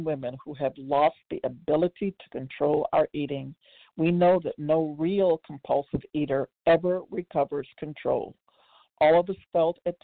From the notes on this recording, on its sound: 100 Pounders Phone Meeting